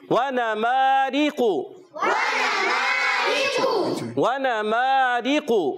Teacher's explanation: را کی نیچے زیر آنے کی وجہ سے را کو باریک پڑھیں گے، قاف کو موٹا پڑھیں گے